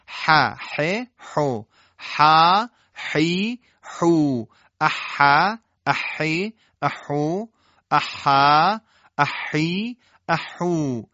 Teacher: پس حرف حا رو باید دقت بکنیم با حالت بحه و گرفتگی صدا ادا بکنیم بدون درشتی